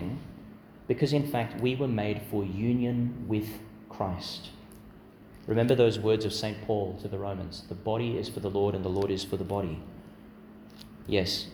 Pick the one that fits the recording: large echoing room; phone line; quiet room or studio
large echoing room